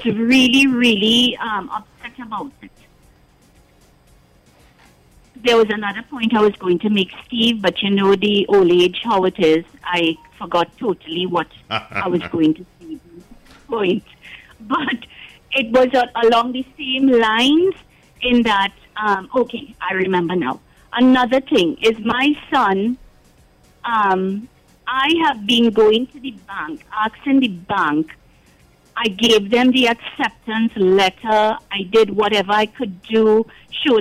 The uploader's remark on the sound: we take calls from our audience